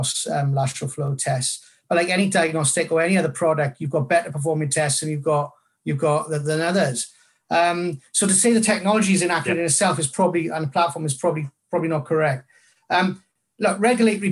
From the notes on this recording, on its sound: In this live webinar